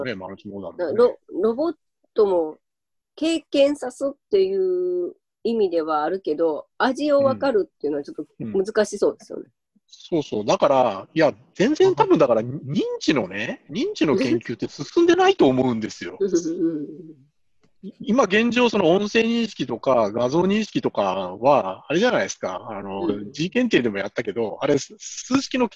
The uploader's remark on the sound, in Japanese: ミーティングZOOM会議。